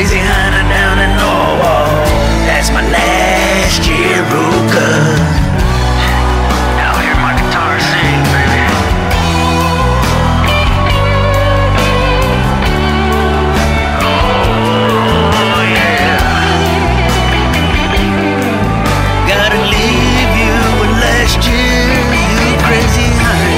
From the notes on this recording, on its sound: A New Year’s Eve celebration live from the Montebello Mall parking lot.